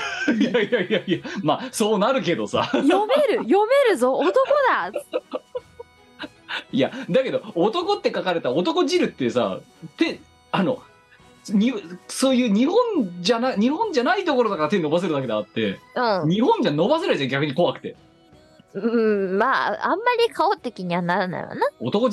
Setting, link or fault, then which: link, video call